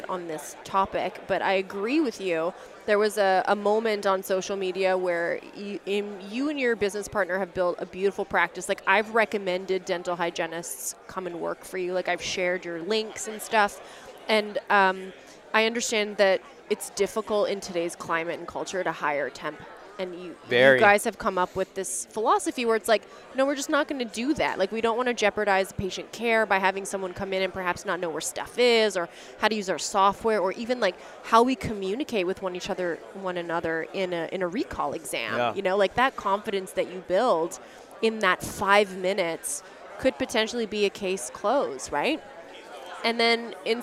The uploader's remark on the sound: Recovering what we thought was lost footage from a live recording at Voices of Dentistry was a win for our team.